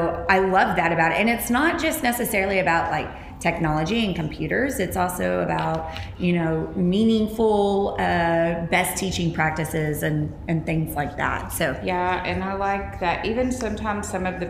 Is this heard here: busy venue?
yes